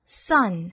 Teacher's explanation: 我们要把倒三角啊的这个元音位置找准，再加后面的前鼻音